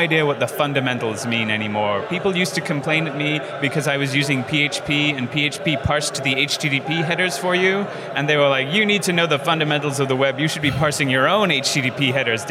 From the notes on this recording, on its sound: on location at Node + JS Interactive in Vancouver